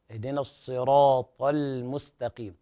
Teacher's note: اللام مرققة ليست مغلظة